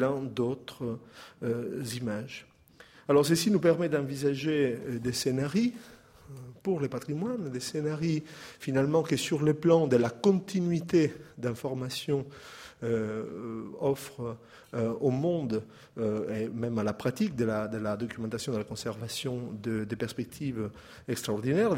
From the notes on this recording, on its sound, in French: Intervention enregistrée le 6 mai 2015 dans le cadre du colloque « Les politiques de recherche sur les patrimoines en France aujourd'hui ».